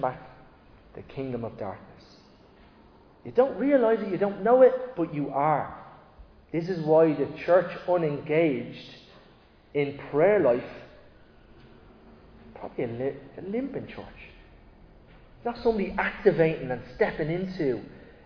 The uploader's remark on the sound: Recorded live in Liberty Church on 28 January 2024